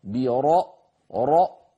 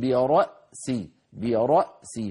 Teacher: فينتقلون من راء مفخمة إلى همزة مرققة · Shown in: second take